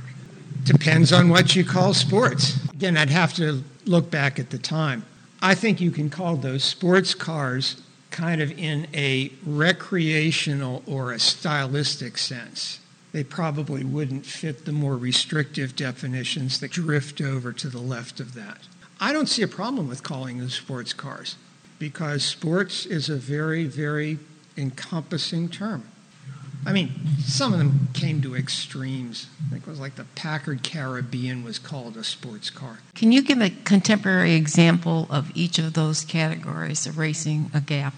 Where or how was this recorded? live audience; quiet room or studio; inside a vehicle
live audience